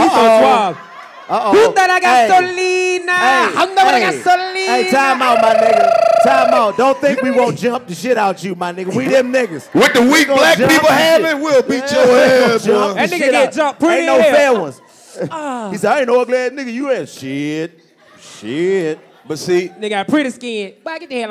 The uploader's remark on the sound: Live from Greenville Comedy Zone. The 85 South Show Live Comedy Show in Greenville.